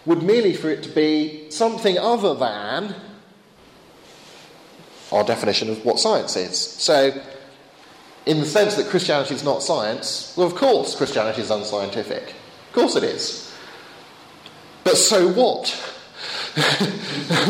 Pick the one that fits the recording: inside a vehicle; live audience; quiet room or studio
live audience